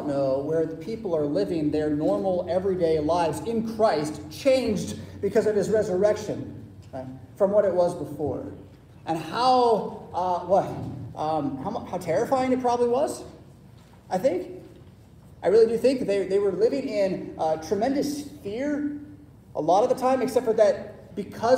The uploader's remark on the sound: Preached at St Paul Lutheran Church , Rockford, Illinois on Sunday April 23, 2023.